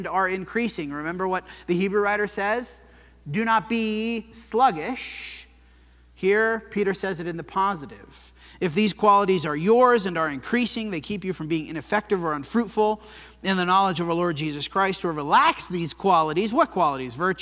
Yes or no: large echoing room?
yes